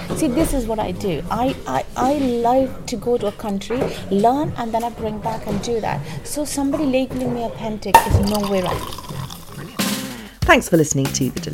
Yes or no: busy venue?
yes